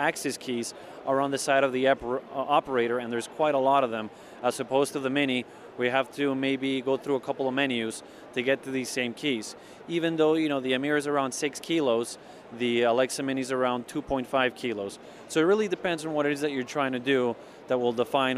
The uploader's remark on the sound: Live from the NAB Show floor